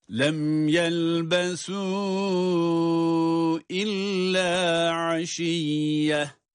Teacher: Lem yelbesu illa aşiyyeten diye devam ettiğimiz zaman meddi munfasıl yani birden çok elif miktarı uzatabiliyoruz